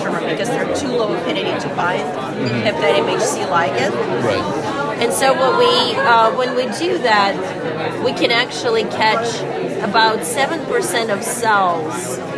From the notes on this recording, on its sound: Check out "Heard on the Street" recorded during the IDS Paris 2023 Day 1 Poster session.